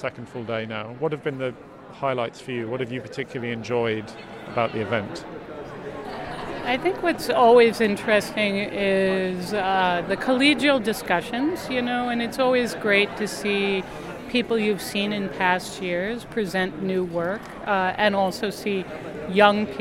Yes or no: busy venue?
yes